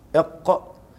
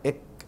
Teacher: وقاف له اقصى اللسان وفوقه من الحنك احفظه وكاف باسفل